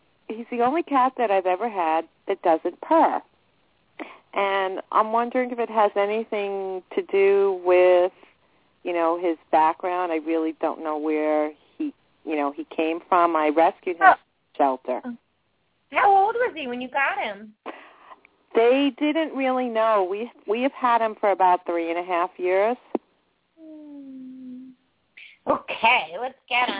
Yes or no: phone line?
yes